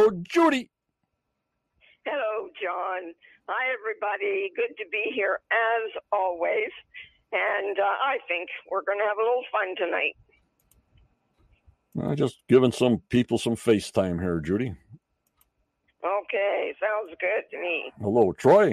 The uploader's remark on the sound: on the phone with me